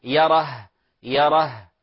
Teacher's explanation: ولا نقول يرى يرى فيتحول الهاء إلى ألف، وهذا خطأ والله تعالى أعلم. · Term: ظهور الهاء